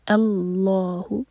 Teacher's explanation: حمزۃ الوصل کے بعد جب بھی لام آئے گا جو لام تعریفی ہوگا تب ہم حمزۃ الوصل پر فتحہ لگائیں گے، اور یہ فتحہ جب لگائیں گے تو حمزہ کو ہیوی نہیں ہونے دیں گے، او ساؤنڈ نہیں آئے گا. اللہ، لام جلالہ ہیوی، منہ بھر کر پڑھیں گے